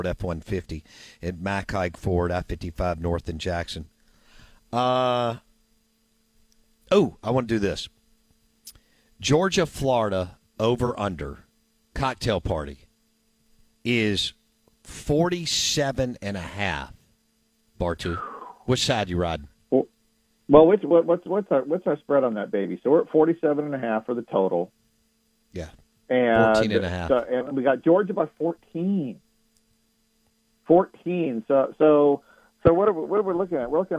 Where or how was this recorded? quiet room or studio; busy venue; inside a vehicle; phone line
phone line